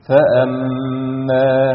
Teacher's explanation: فأما هنا ميم مشددة حكمها غنة حركتين